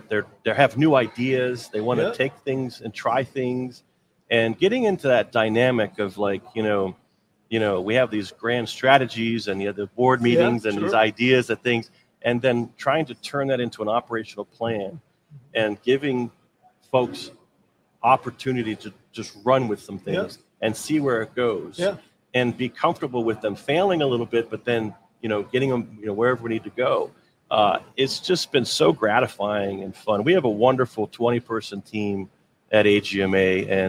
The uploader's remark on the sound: Recorded live from the floor of the Expo at Huntington Place in downtown Detroit! A whole day of livestreamed interviews.